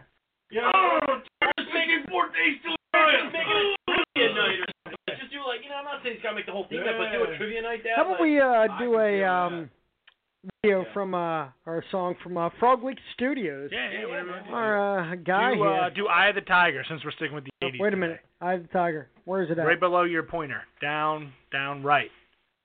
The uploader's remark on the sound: One day we will get it right with recording the whole show. We have Wilmington Brew Works calling in to chat with us.